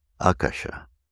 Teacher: actually we put the accent on the A, the first A.